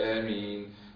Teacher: آمين ده مد بدل، يعني هو حركتين بس